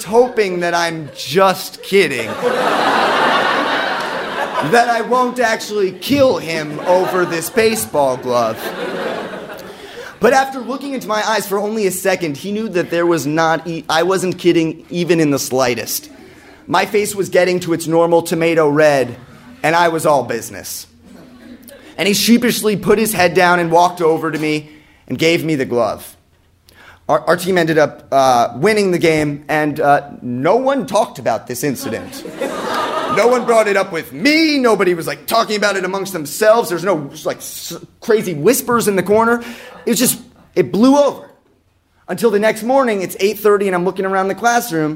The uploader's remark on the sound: Live From Brown/RISD. Live show on campus.